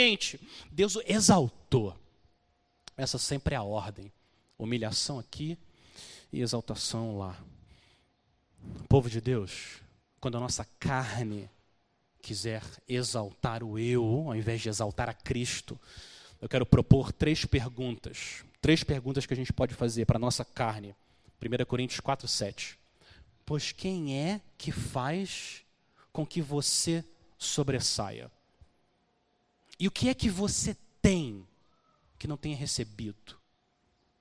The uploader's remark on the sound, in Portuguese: Mensagem gravada na Igreja Batista Jardim Minesota